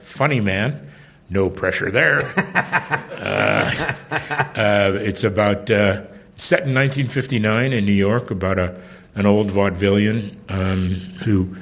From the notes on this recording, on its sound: from the stage at IO West during the The 13th Annual Los Angeles Improv Comedy Festival